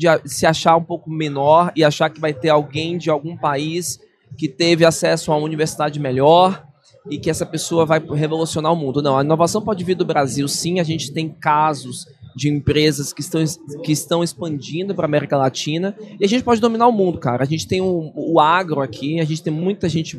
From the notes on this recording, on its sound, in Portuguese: Este episódio é parte de uma série "pocket" gravada durante o Startup Summit 2023, uma colaboração entre a Invisto e o Economia SC.